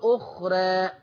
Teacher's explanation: أي راء آخرها ألف زي أخرى ورش يقللها